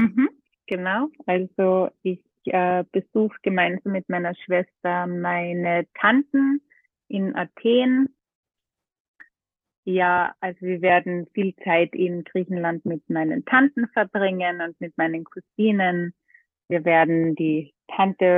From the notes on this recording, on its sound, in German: plaudert mit mir ganz ungezwungen am Telefon